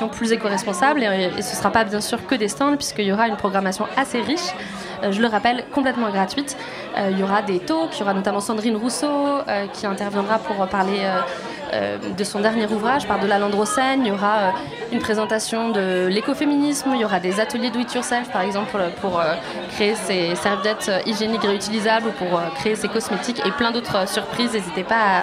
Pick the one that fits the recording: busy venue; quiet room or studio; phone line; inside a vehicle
busy venue